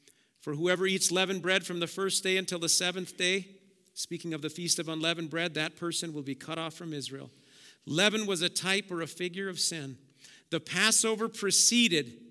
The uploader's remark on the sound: Preached at Auxano Church 1/22/2023